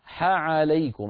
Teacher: التقى في النطق حاء وعين وكلا الحرفين من وسط الحلق